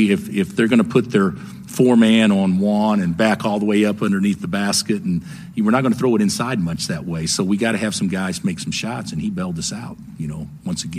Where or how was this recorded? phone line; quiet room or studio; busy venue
busy venue